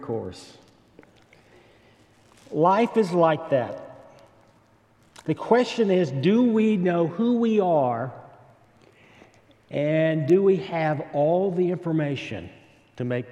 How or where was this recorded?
large echoing room